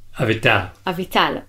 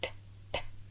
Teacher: the T, which doesn't have a sort of air to it. So it's not T, T.